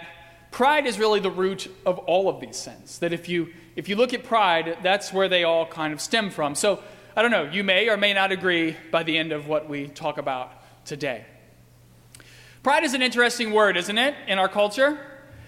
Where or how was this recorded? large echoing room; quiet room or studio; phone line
large echoing room